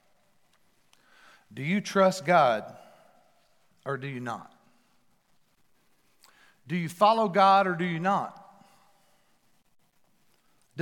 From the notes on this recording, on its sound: Recorded live at The Fellowship at Mt Juliet on April 11, 2021